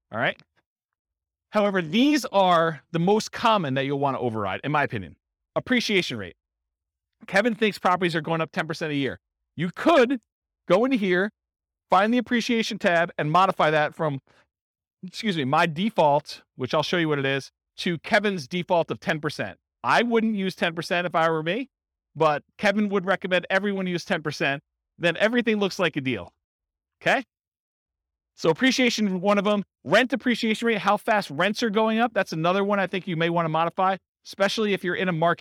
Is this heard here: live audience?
yes